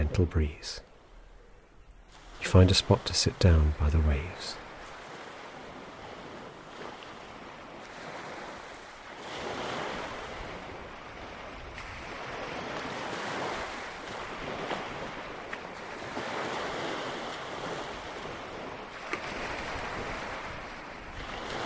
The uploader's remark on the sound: Waves lapping a sandy beach on a holy island. A 1,000-year-old Catholic monastery sits hidden within its wooded heart, but your first instinct is to walk the beach that stretches east from the tiny harbour wall. BBC Countryfile Magazine's Sound Escapes are a weekly audio postcard from the countryside.